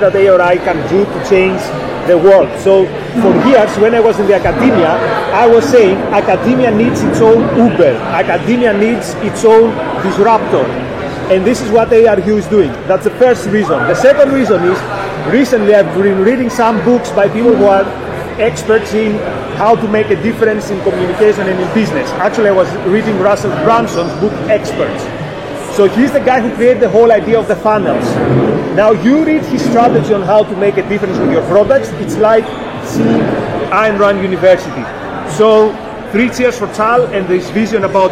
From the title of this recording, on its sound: Live From OCON 2022